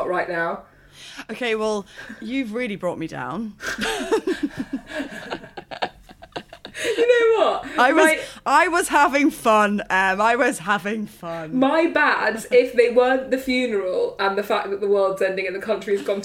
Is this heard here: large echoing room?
no